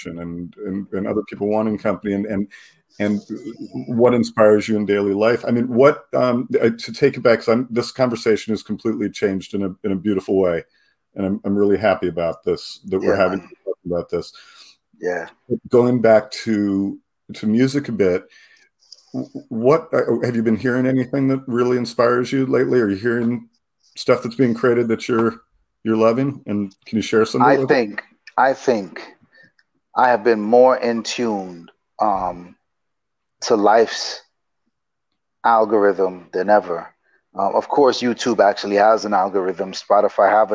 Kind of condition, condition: link, video call